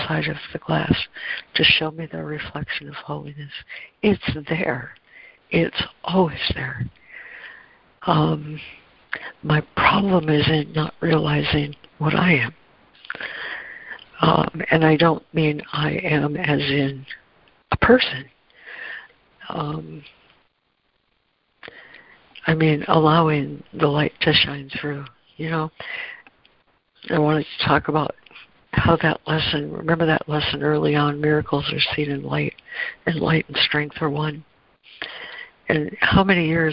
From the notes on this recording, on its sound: ACIM Daily Conference Call